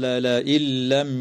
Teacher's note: تدغم النون الساكنة في اللام من غير غنة